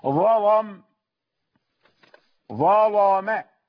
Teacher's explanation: لابد أن ترقق الميم إذا وصلت وإذا وقفت أيضا